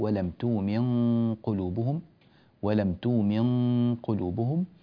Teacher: فتنبه بارك الله فيك إلى الإخفاء للنون عند القاف